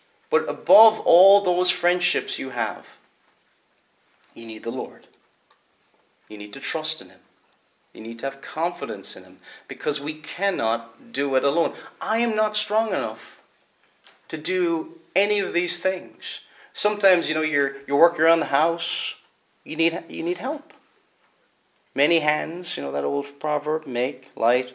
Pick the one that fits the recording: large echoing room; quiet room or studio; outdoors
large echoing room